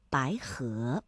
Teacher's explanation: 两个阳平相连，第一个要变成三四，第二个要保持三五